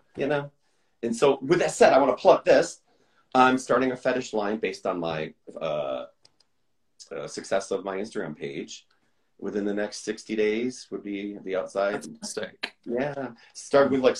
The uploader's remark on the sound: Recorded on 10 March 2023 on Instagram Live